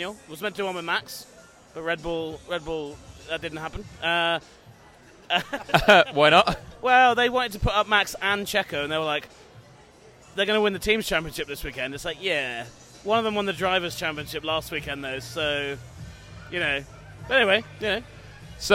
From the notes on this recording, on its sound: Loud noises from an Austin bar.